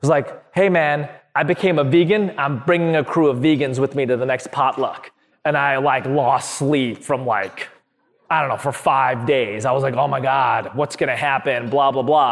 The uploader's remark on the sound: This panel discussion was a part of the opening plenary at the 2022 Interfaith Leadership Summit.